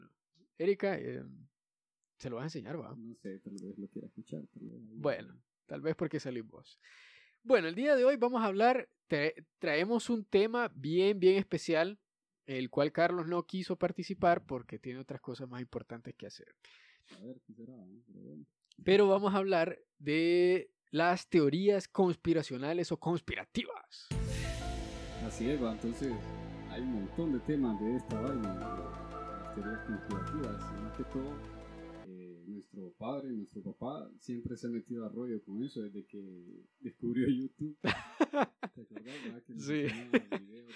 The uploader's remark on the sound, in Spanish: pido una disculpa por la mala calidad del audio, tuvimos problemas técnicos que no pudimos resolver